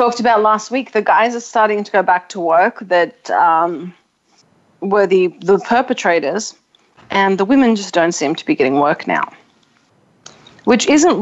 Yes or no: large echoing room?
no